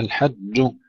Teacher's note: الجيم مشددة ألا يدخلها شيء من الشين